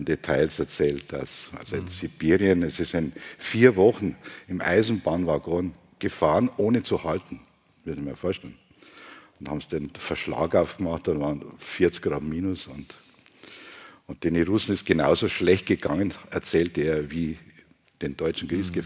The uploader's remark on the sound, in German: live aus der Lokremise in St.